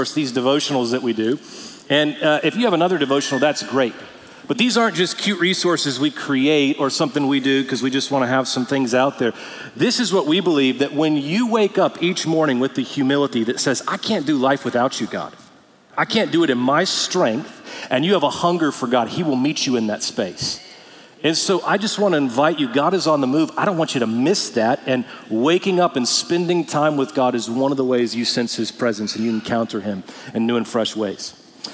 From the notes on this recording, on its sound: Recorded Live at Brookwood Church on 11.05.2023